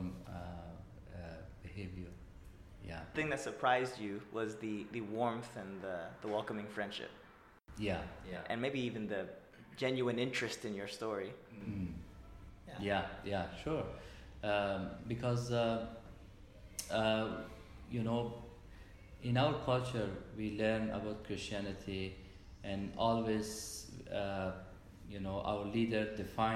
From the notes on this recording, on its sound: This was recorded during our time in Greece at the Anastasi conference, so you’ll hear some ambient sounds and some fluctuations in our voices.